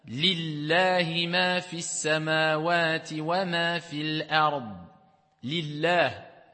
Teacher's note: quand il y a une kasra, avant, d'accord, le nom Allah, donc là, on va le prononcer de façon aiguë. On va dire la, et on va pas dire Allah.